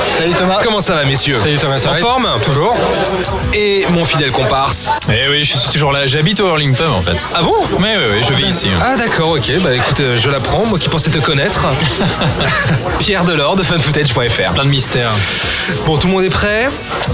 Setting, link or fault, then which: setting, busy venue